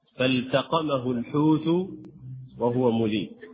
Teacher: يجب إظهار اللام في هذه الكلمة وعدم إدغامها في التاء